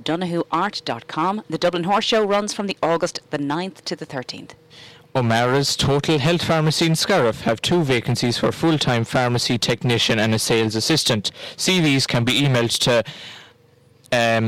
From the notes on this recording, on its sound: Broadcast from the Stand at Tulla GAA pitch as part of Tulla Music Festival.